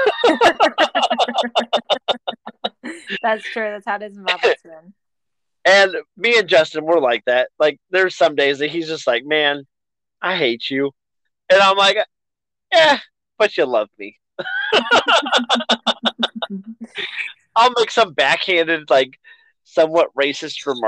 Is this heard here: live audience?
no